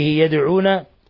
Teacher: ثم دال ساكنة في قوله يدعون تقلقل